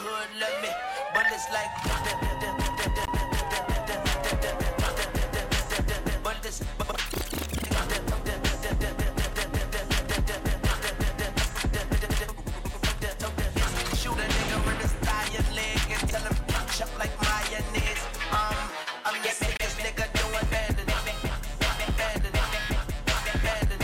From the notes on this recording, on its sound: LIVE SET FROM SUMMA LUMMA FEST MIXED ON RANE 12'S & PIONEER S11.